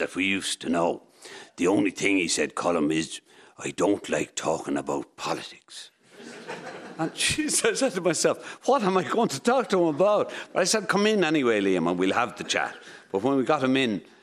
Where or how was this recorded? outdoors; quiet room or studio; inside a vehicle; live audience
live audience